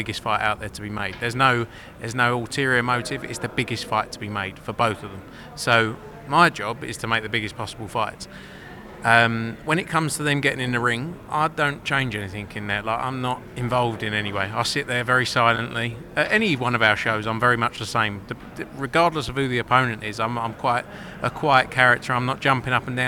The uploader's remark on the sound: We're On The Ground in Monte-Carlo just minutes after the final press conference